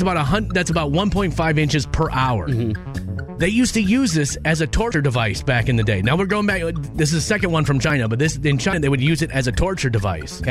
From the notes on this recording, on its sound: got some really funny phone calls